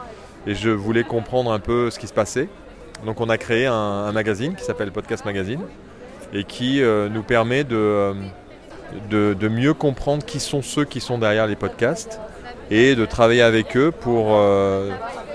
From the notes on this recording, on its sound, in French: Micro-trott. Pendant le Paris Podcast Festival 2022, j'ai tendu mon micro en bas de la Gaité Lyrique.